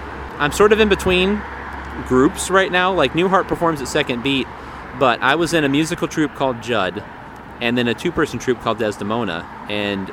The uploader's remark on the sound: met me at Urban Beans to talk